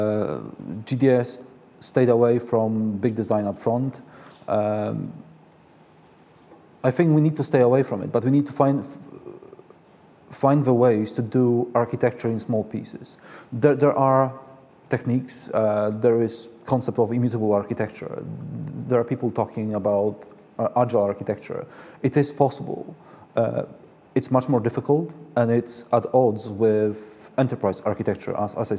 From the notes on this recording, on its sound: This event was the 44th in our series, where the speakers presented their work in an exciting, quickfire format. Each speaker had eight minutes, followed by eight minutes of questions from the audience.